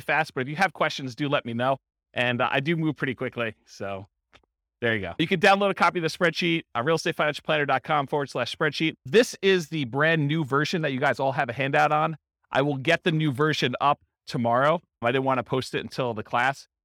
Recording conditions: live audience